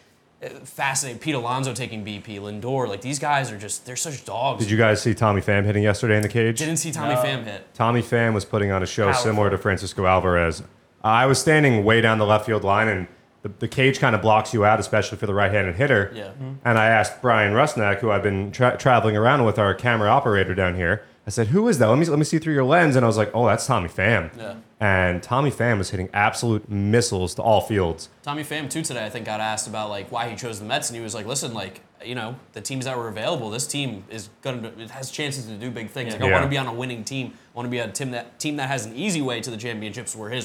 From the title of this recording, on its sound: Live from Spring Training!